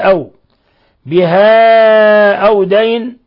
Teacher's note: مد منفصل يمد من 4 إلى 5 حركات